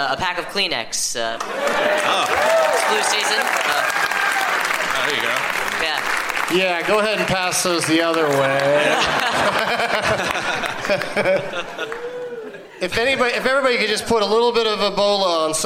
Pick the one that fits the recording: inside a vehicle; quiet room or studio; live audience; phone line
live audience